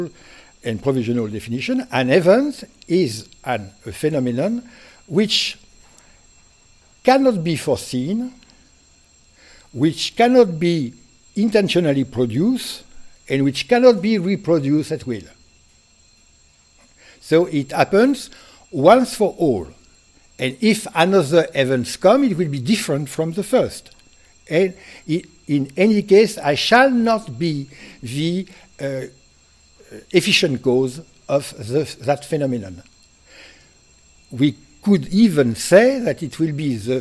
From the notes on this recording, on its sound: Delivered this lecture on January 16, 2019 at the University of Chicago. Which includes the Q and A session.